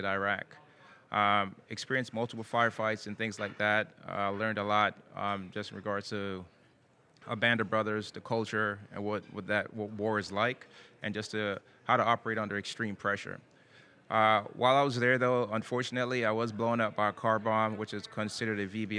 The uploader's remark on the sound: Recorded at this year’s annual JMI Small Business Leadership Conference. This and the following segments were recorded at this year’s annual JMI Small Business Leadership Conference hosted at Loews Sapphire Falls Resort.